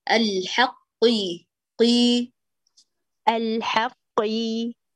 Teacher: خليكي عند أقصى اللسان عند بقعة القاف بدقة